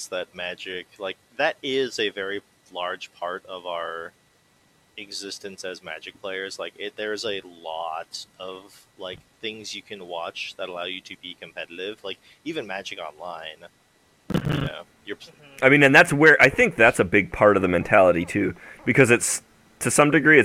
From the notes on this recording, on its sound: Please pardon the audio. There was a problem with recording we didn’t notice.